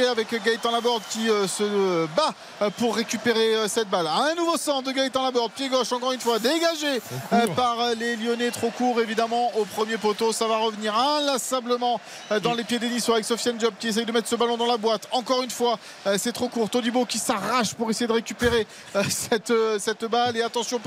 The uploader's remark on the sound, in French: en direct de l'Allianz Riviera